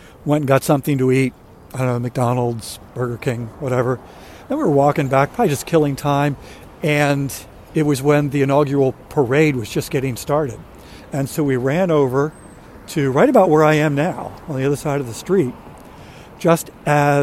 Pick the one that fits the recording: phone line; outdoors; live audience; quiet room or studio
outdoors